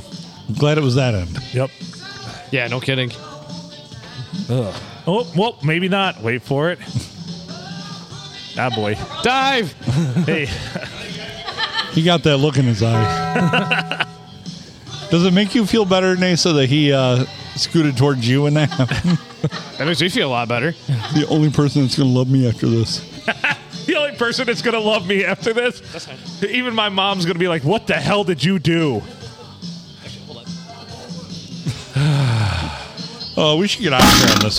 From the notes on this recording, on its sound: Recorded on a Sunday at the World-Famous Blue Water Sports Bar and Grill in not so World-Famous Downtown Port Sanilac.